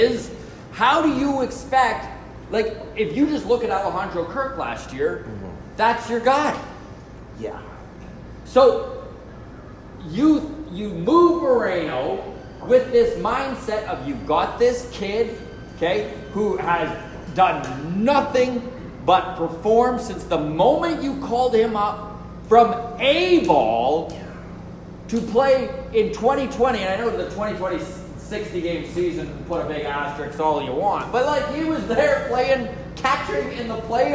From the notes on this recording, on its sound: Recorded LIVE in Edmonton!! At Long Roof Brewing!